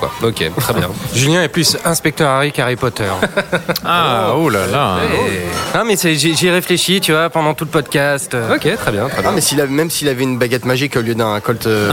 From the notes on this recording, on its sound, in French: Enregistré au Hurling pub ( 8 Rue Descartes, 75005 Paris ), le samedi 29 Septembre 2018